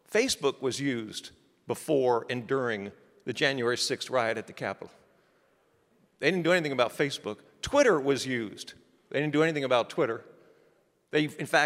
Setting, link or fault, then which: setting, large echoing room